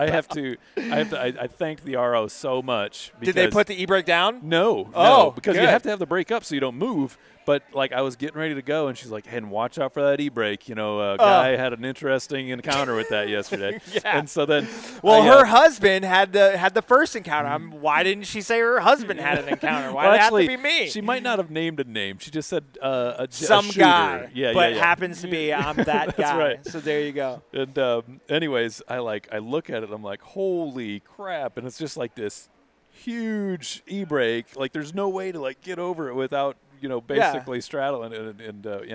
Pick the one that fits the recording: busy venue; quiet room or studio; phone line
busy venue